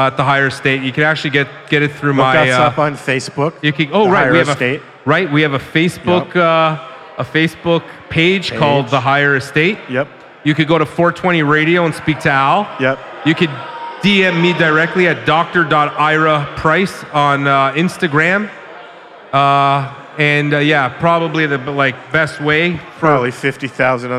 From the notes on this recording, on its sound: We're coming at you live from CannaCrawl !